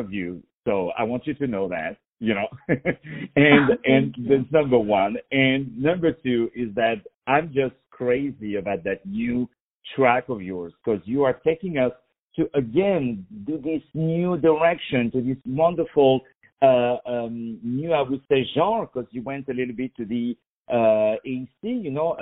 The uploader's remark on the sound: On the phone